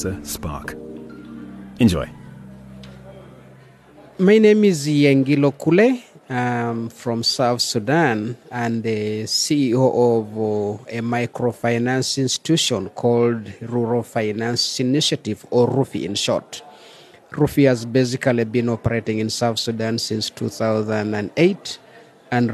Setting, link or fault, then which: setting, busy venue